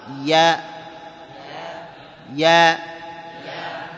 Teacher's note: أنت لصقت لسانك بالحنك الأعلى، قلت ياء، قل أي أي، لاحظ كأنك قبضت كذا أي، إذا خرج من وسط، من وسط اللسان.